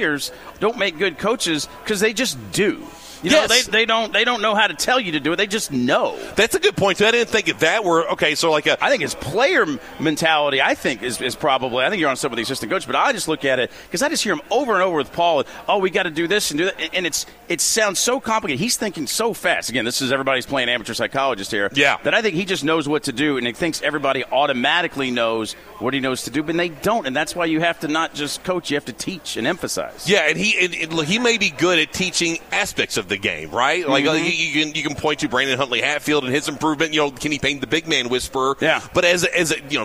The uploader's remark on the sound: Broadcasting live from BW3s on Westport Road!